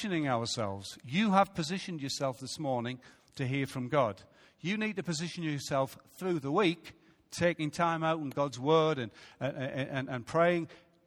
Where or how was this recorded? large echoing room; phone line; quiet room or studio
large echoing room